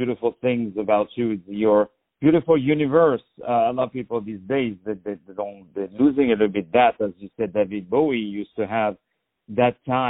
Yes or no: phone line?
yes